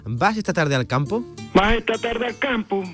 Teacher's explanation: Sobre todo en las preguntas, el ubriqueño termina la interrogación en alto. Así preguntaría: ¿vas esta tarde al campo? · Term: la entonación de las frases